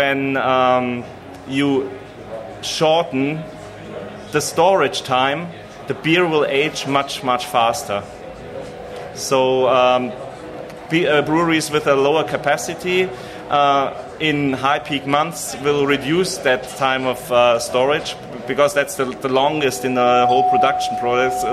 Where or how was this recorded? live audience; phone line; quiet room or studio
live audience